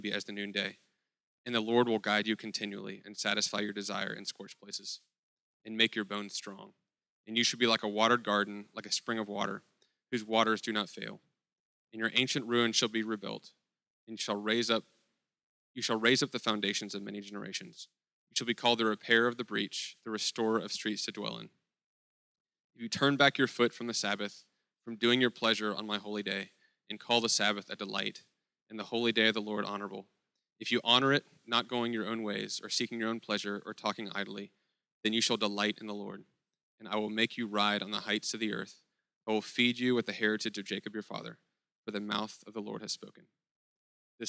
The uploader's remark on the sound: at Sojourn Galleria Church